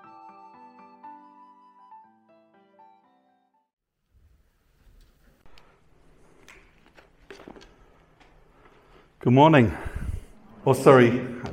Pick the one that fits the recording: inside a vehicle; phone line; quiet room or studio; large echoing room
large echoing room